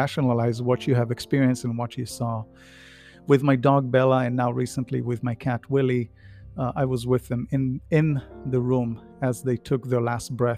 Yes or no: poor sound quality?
no